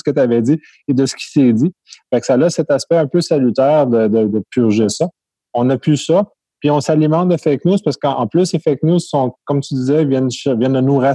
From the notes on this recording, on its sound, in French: Locaux virtuels par Zoom. Locaux virtuels par Zoom.